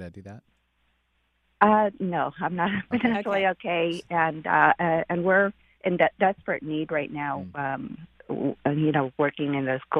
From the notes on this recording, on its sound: Today is a call-in show!